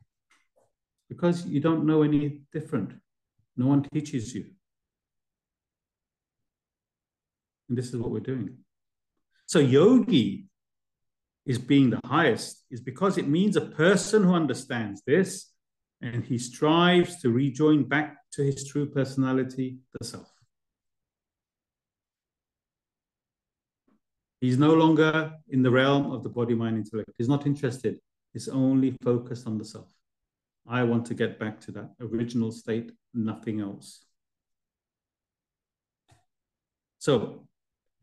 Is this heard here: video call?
yes